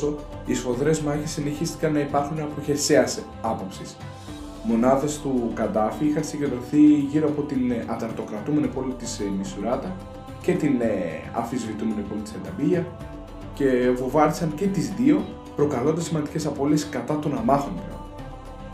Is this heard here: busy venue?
no